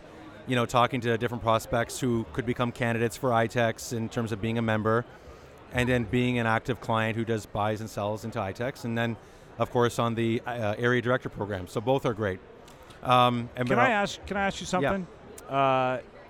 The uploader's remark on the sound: Live from the floor of Toronto Franchise Expo 2019. Do a show live from the 2019 Toronto Franchise Expo.